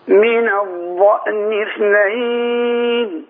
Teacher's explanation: مش هنطلع طرف لساننا عشان ما يجيش الضاد الضائية